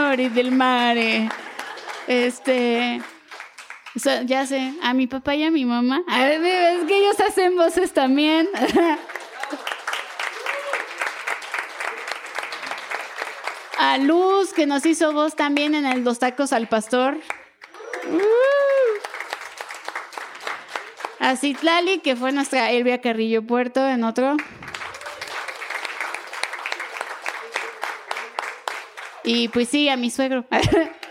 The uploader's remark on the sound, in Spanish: grabado en vivo